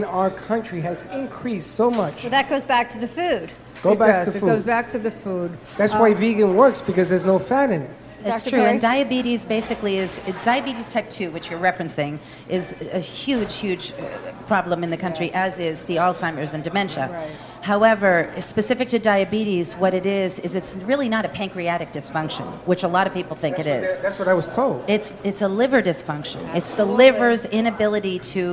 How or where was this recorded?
busy venue